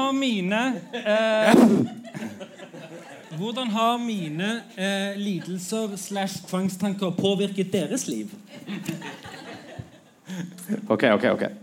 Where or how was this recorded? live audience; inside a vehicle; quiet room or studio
live audience